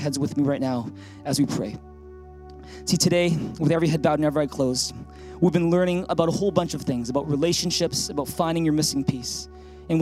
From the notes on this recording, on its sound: THRIVE Church Vancouver, Canada.